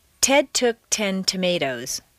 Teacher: When a T is at the top of a staircase in a stressed position, it should be a clear popped sound.